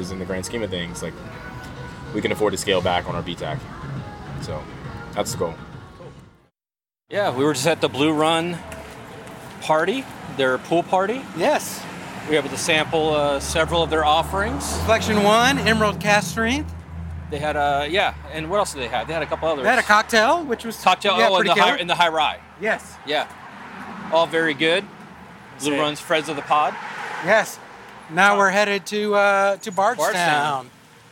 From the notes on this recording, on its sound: Whiskey + Rock takes you around behind the scenes at the 2023 Kentucky Bourbon Festival! From distiller interviews to exclusive tastings, to bagpipes and beyond, there's much to indulge in at this year's festivities.